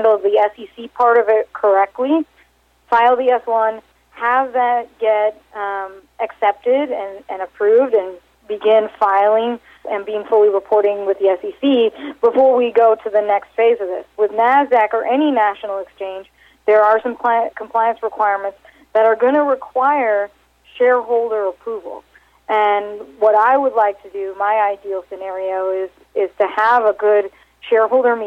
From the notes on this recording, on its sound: called in to SmallCapVoice.